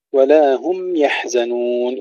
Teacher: إظهار الميم عند الياء والحذر من قلقلتها، أيضا نقول هم يحزنون، ولا نقول هم محزنون، هم يحزنون، نعطي الميم حقها من التوسط.